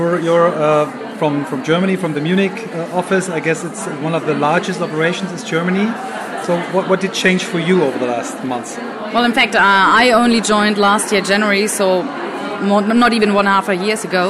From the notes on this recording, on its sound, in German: live vom Emotion Women´s Day 2019